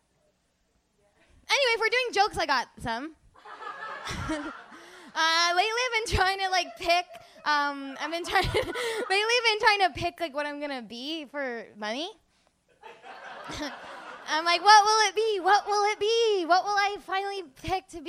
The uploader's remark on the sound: steals all the laughter on the live show